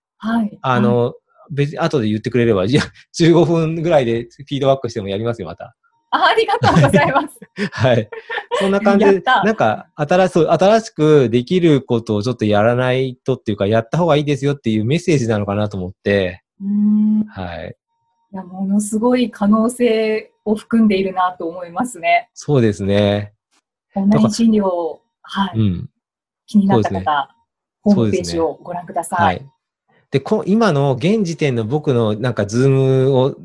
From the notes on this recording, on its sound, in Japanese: オンライン収録のため、通常より音声が劣りますがご了承ください